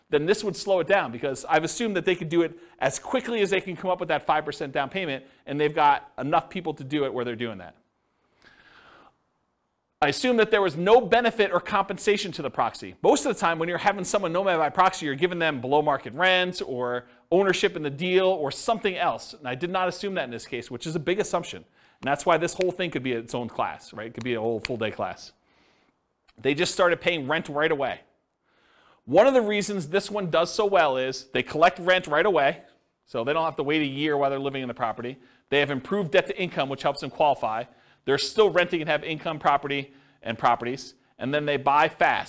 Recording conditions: live audience